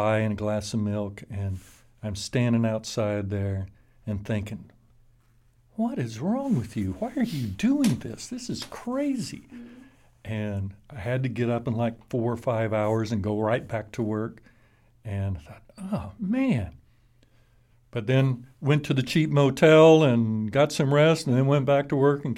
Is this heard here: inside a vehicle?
no